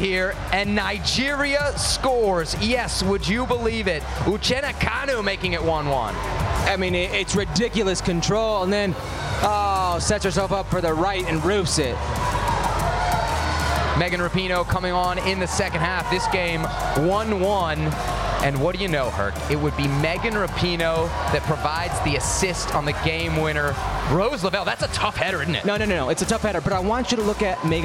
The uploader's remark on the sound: live from Orlando City’s Exploria Stadium